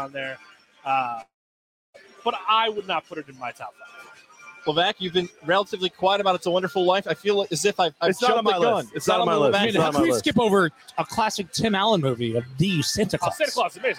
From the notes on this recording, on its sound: LIVE from Hooters on Wolf Road